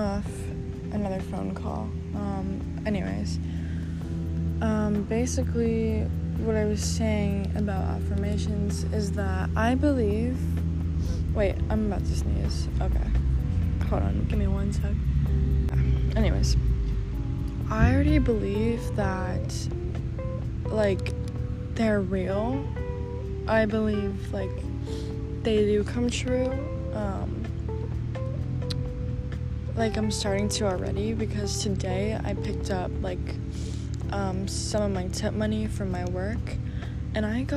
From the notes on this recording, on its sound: I apologize for the background noise such as wind, people, nature…my mic was not in sight.